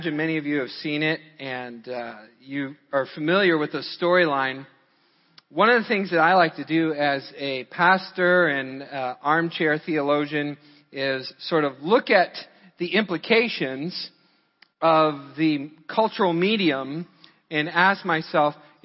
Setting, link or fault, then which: setting, large echoing room